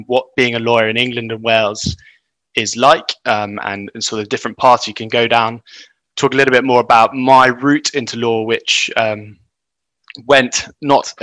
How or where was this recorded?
video call